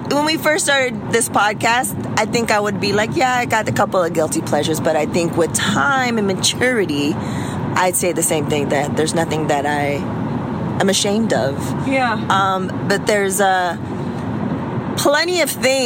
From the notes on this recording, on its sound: They recorded via iPhone on the road to Coachella Weekend 2.